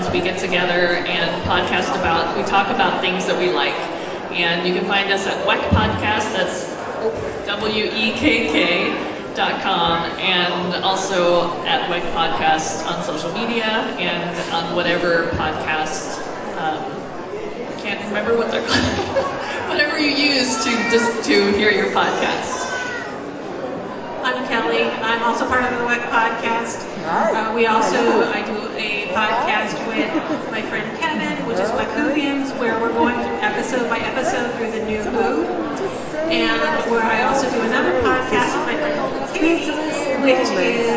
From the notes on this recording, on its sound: NerdCon Geek Positivity Panel. It is a convention, so there’s a lot of background noise because the room we were in was surrounded by vendors and by the time the second panel was on, there were a lot more people in the room, but if you can get past the din of the crowd.